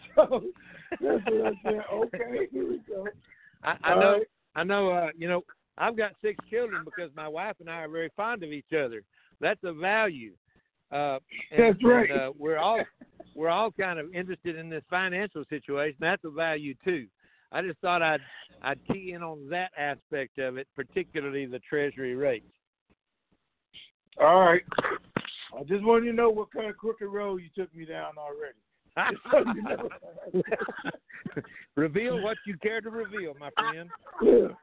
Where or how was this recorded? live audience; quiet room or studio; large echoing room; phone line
phone line